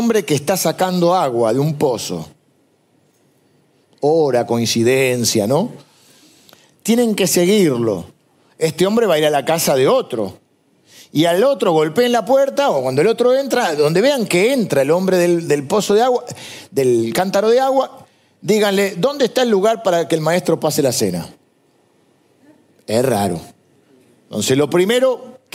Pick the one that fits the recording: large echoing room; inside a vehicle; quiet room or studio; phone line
large echoing room